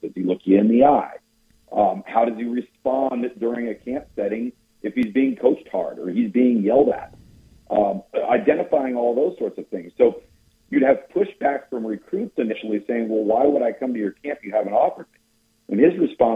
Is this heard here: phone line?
yes